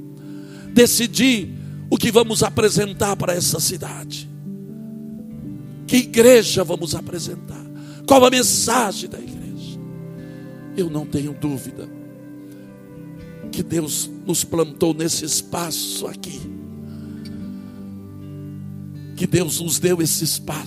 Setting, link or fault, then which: setting, large echoing room